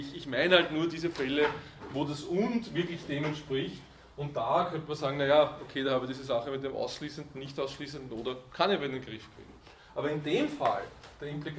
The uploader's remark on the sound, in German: Diese Vorlesung wurde von Studierenden aufgenommen